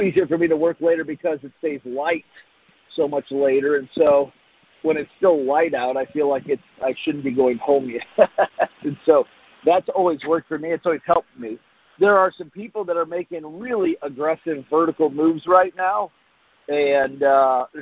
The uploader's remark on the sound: Friday Morning Conference Call